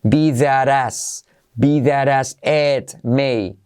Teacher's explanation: La T se convierte en R suave, por eso es una R en la transcripción.